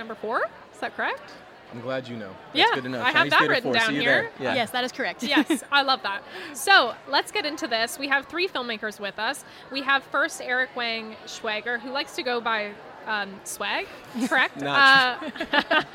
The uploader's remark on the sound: AFI FEST Live. Surviving 65 mph winds. We are live, on-location at the TCL Chinese Theatre for AFI FEST 2023.